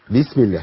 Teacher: بلاش نخش بقوة على الباء ما نقولش بيس عشان الباء هنا مكسورة بس